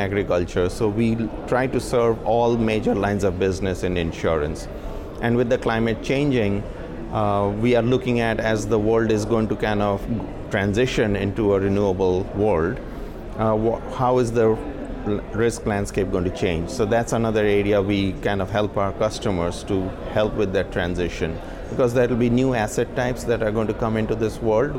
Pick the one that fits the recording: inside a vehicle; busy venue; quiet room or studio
busy venue